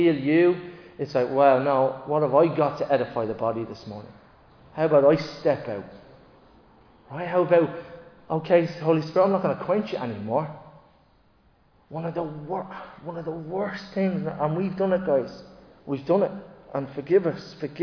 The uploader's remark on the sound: Recorded live in Liberty Church on 11 June 2023